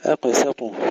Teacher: ترقيق السين بين القاف والطاء المفخمين